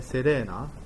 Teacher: この R は巻かなくていいやつですね。